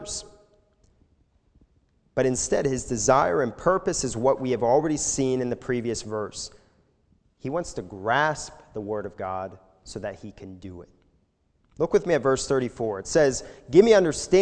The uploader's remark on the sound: This sermon was recorded live at the Lebanon Bible Fellowship Church in Lebanon, PA during the evening service on 07/18/2021